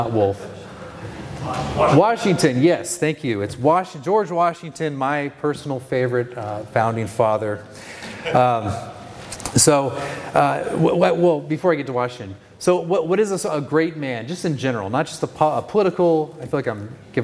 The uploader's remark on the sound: This is the second session from the Be Not Conformed Conference in June of 2023.